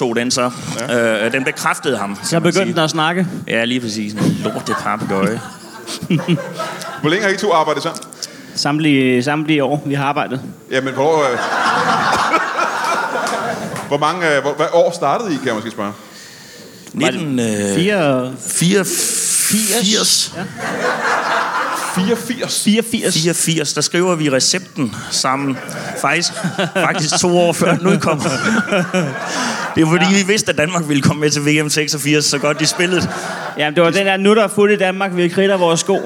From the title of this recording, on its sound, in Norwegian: LIVE fra Comedy Zoo